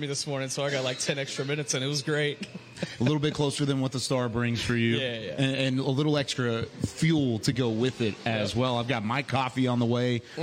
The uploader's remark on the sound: The Talkin' Cowboys crew takes the podcast on the road - live from the new Black Rifle Coffee Shop in Frisco, TX.